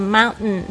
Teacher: N 跟 T 的结合呢就是会有这种 T 会不发出来的现象